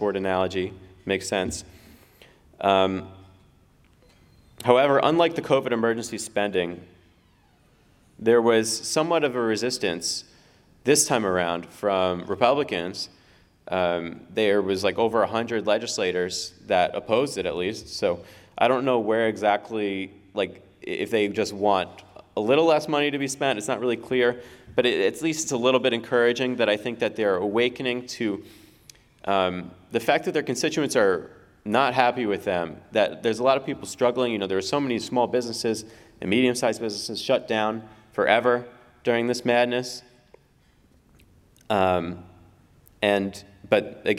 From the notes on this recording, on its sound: Speaks at the Ron Paul Institute's Summer 2023 Conference in Houston.